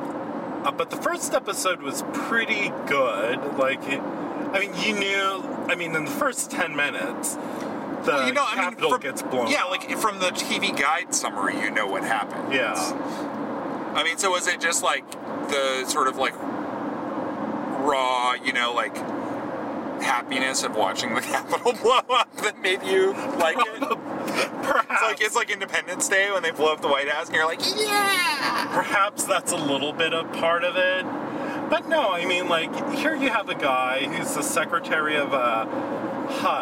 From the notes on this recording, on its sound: We took this podcast on the road. We were up in Santa Barbara for a memorial service of a friend and decided that we’ll record something while driving. You’ll note that with me driving, there were no accidents!!!